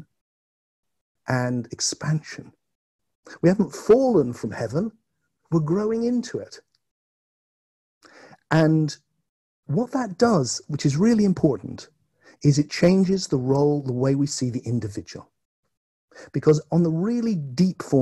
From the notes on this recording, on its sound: presentation for an online conference held May 2020